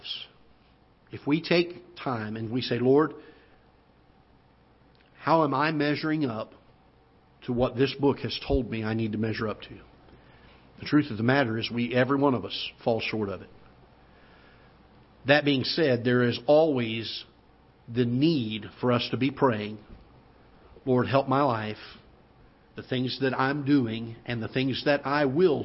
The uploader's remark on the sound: Ketha Heights Baptist Church ~ Live Broadcast.